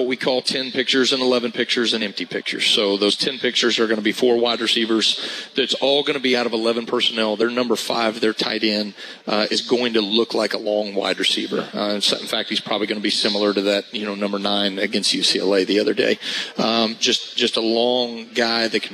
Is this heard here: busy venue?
yes